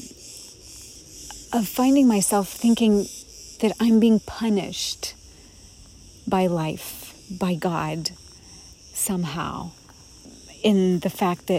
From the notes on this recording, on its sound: recorded in Crete among the cicadas of a forest